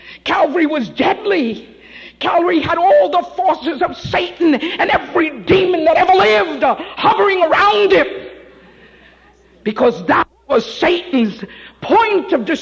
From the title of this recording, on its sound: Live At The Love Of Jesus Family Church